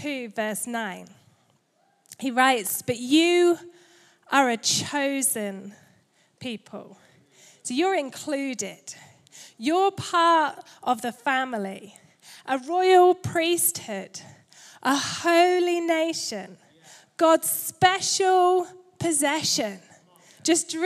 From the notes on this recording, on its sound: Recorded Live at Life Church Lancashire.